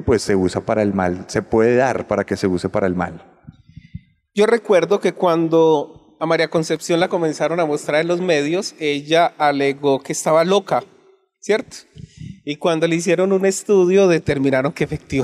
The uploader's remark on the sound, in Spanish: Por primera vez, grabamos SerialMente en vivo con público. Lo hicimos en Medellín, y fue posible gracias a Comfama, que nos llevó a su centro cultural de Aranjuez. También queremos agradecer a los colegas de Entorno Sintético, que fueron responsables de la grabación de este capítulo.